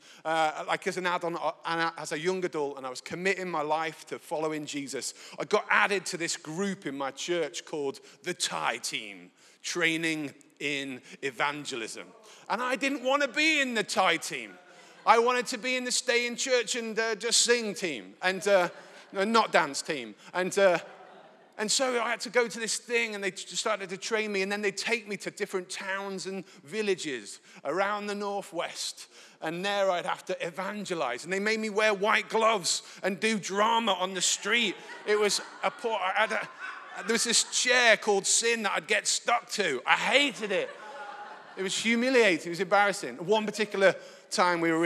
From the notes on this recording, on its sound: Recorded live at Life Church Lancashire 15th May 2022.